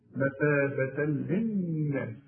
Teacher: عند الوصل فتحتين وبعدها لام إدغام كامل بدون غنة